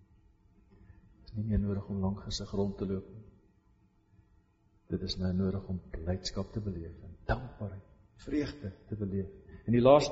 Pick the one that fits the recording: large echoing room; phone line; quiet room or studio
large echoing room